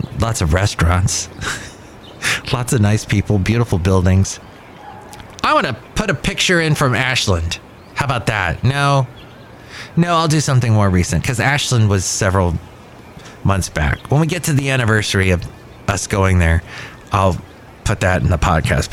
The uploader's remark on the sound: podcasts live from Cafe Anyway